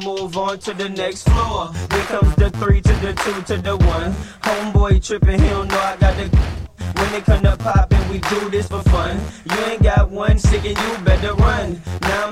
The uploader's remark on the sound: Live from Jax Niteclub 302 Pacific Ave in Saskatoon after the Jeep Grand Cherokee 4x4 SUV Pub Crawl.